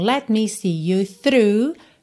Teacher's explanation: Aqui você não ouve bem let me see, justamente porque atrapalharia, né? Let, você tá com a língua no céu da boca e já tá fechando os lábios pro me